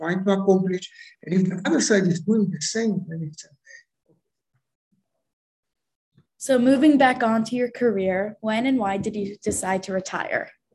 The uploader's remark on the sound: goes international via Zoom